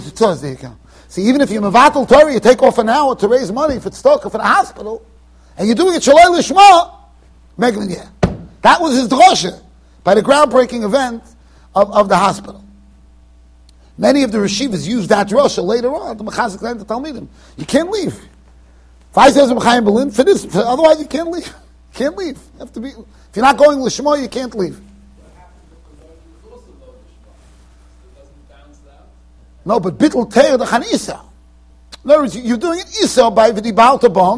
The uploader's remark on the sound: Shiur recorded in Yeshivas Ohr Reuven, Monsey NY.